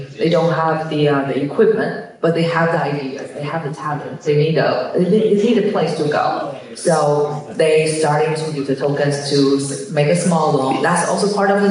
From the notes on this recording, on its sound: In a conversation live from Town Hall for NFT.NYC!